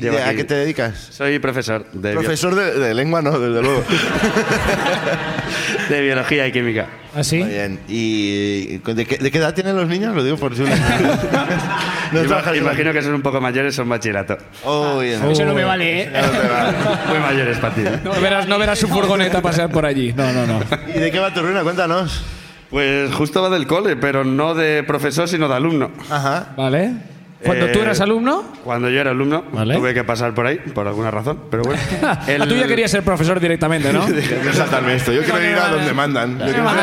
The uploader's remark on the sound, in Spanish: El público de Barcelona